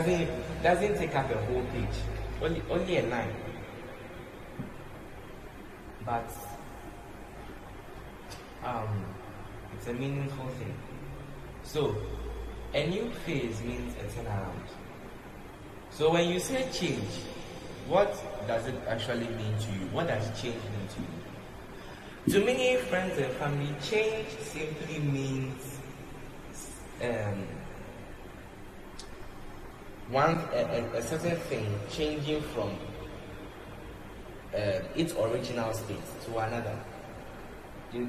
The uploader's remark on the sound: Preached at The Love Arena Experience Service, LIVE at the Love Arena Church, Accra - Ghana